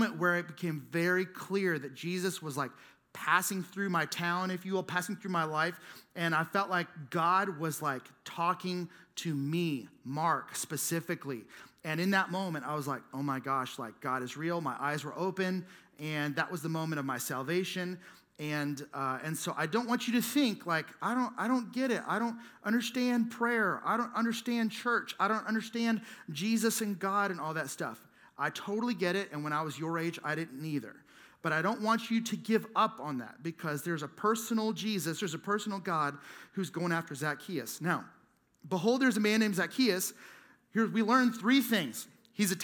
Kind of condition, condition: setting, large echoing room